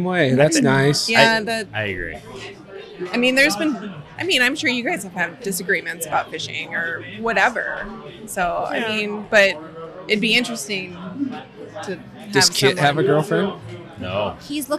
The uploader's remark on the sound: on location at Lucky Horse Beer and Burgers